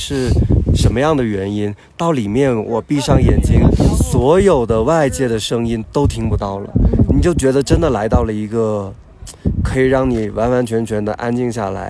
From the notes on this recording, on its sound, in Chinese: 这是我们在海拔4513米的波瓦山录制的一期节目。我们把前段时间在 稻城 休假时录的聊天内容分享出来。你会在节目中听到不时刮过的高原的风、路人的声音、野兔与山猪突然间的脑回路切换。